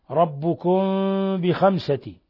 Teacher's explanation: ثم ميم ساكنة جاء بعدها الباء، ربكم بخمسة، الحكم التجويدي إخفاء شفوي